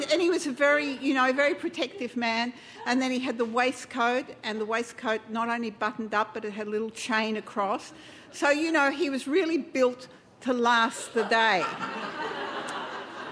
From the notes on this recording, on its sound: Recorded at the Arthouse Hotel on May 29 2013.